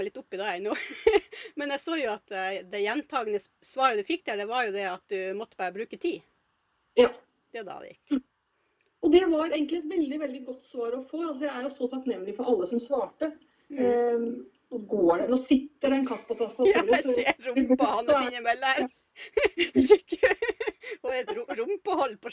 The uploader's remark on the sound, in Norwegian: Tok vi en skypetelefon. Litt distrahering med en grå liten kattepus, som vandrer på tastaturet og tilogmed setter rompa i webkameraet....